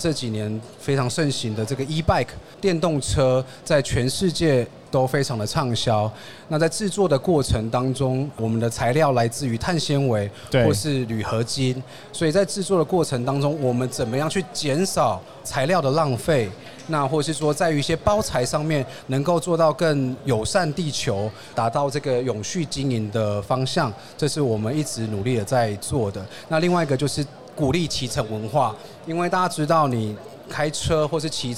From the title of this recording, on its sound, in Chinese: 2022 Taipei Cycle台北國際自行車展-Live Podcast